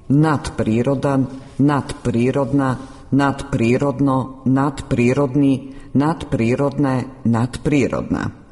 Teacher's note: Zvučno D ispred bezvučnog P prešlo je u svoj bezvučni par T, jednačeći se sa njim po zvučnosti